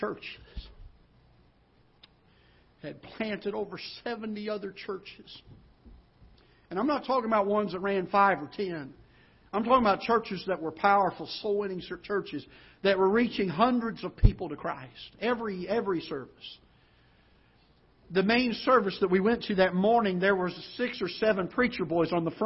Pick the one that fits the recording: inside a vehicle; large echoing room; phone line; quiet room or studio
large echoing room